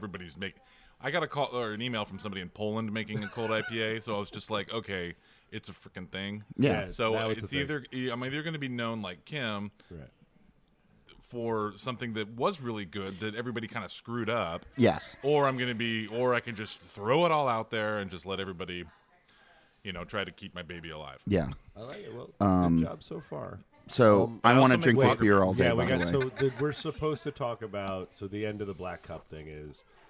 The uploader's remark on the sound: Recorded on location from the Little Beer festival in Duluth, Georgia